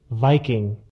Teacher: Finally, it tells us that the V and K are pronounced like ordinary V and K, but that the NG at the end is pronounced as the single consonant NG in sing, or like NG in bang. So, even if we've never heard or seen this word, we know that it is pronounced Viking.